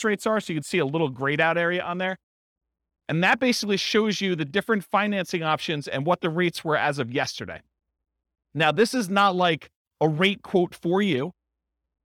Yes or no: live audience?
yes